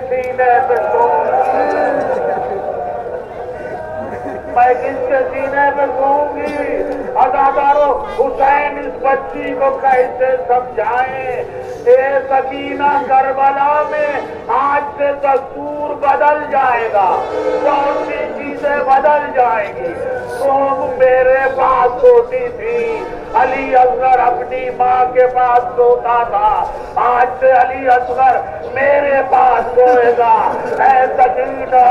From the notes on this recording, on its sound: Recorded outside of a mosque in Old Delhi, India on the morning of Ashura.